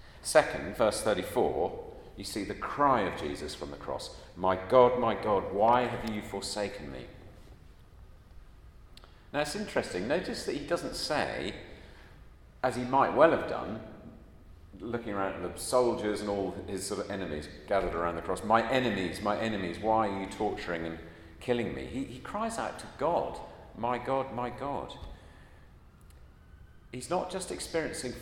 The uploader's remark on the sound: At a Christians in Parliament Chapel Service which was held in the Chapel of St Mary Undercroft on Tuesday 28th March 2023.